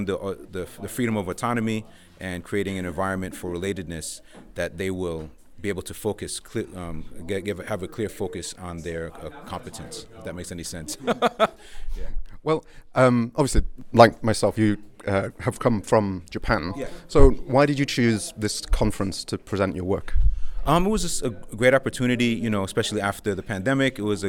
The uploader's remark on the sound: KOTESOL 2023: “Man-on-the-street” from Seoul.